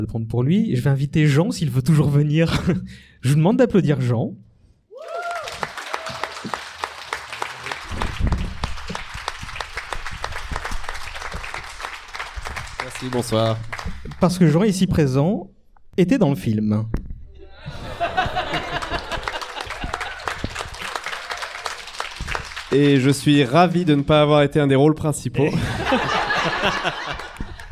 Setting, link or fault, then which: setting, live audience